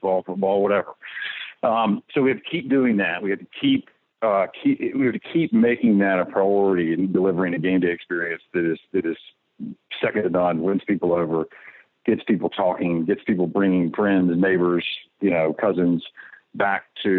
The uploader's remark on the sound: joined on the Modern Woodmen phone line